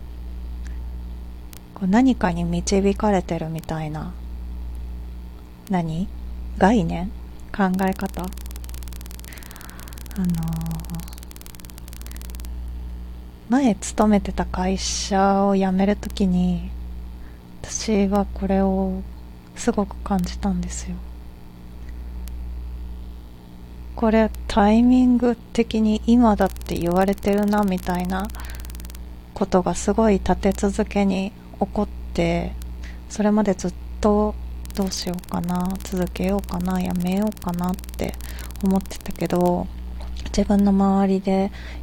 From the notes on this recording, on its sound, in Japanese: おふとぅんの中で録音したらなぞのジリジリした音声が入ってしまいましたが、とりとめのない話すぎて再度録音ができないのでこのまま公開します。